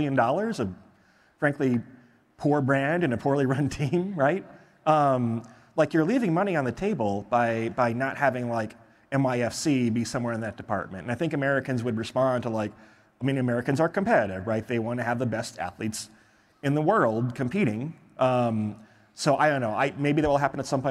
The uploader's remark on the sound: In the final session of our 2023 MIT Sloan Sports Analytics Conference